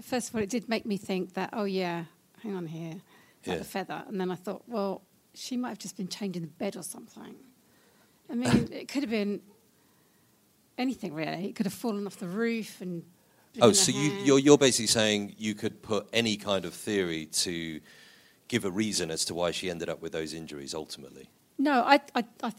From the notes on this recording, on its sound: This episode was recorded in front of an audience at the London Podcast Festival and is presented here as performed in front of - and with the help of - a room full of BRD obsessives.